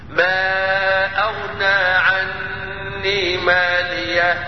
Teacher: يبقى بيكون في قوله تعالى ما أغنى عني مالية هلك وجهين: الوجه الأول نقول الإظهار ولا بد وأن يصحبه السكت وهي سكتة لطيفة بدون تنفس